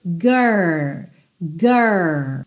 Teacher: E lembrando que esse R, a gente vai pensar no R da porta com a perna esquerda, sabe? Aquele R com a língua enrolada